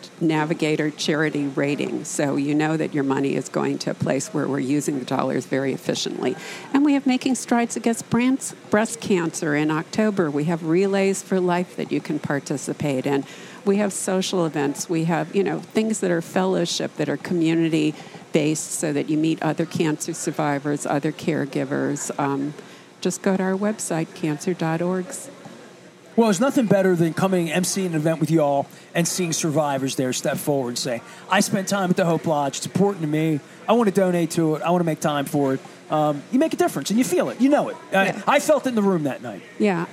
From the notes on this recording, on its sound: At Faidley's Seafood in Lexington Market.